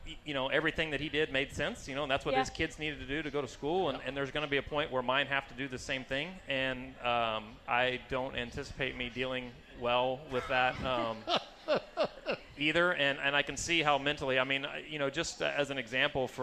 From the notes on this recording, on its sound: Winged Nation Live from the 59th Annual Knoxville Nationals. It is Night 1 of the Knoxville Nationals and Winged Nation is there LIVE!